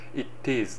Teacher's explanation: t で終わる、子音で終わる単語の次に is という母音で始まる単語があると音がくっつく